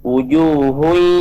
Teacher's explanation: dengungnya idgham bi gunnah, ya, memasukkan dengan dengung. Wujuhun, ke hidung dengungnya.